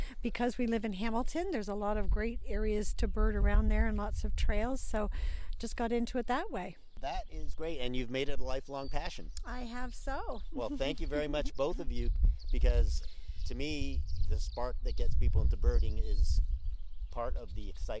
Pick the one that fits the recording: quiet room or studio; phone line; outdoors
outdoors